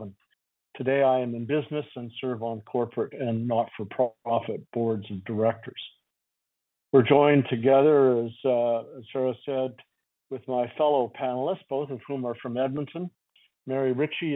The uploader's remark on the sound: Southern Alberta Telephone Town Hall